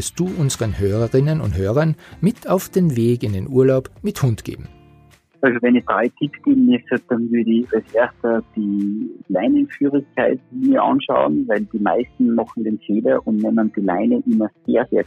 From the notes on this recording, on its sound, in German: Telefoninterview.